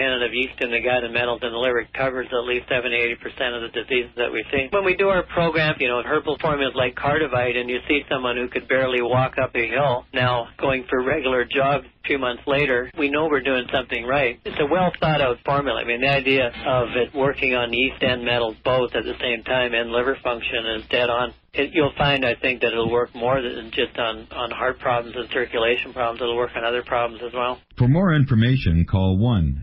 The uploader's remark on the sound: We cover the latest news and take your phone calls in this episode.